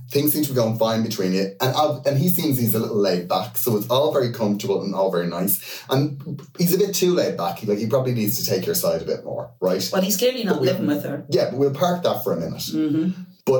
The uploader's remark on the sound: pressed the wrong button on the desk when recording and there was a mic problem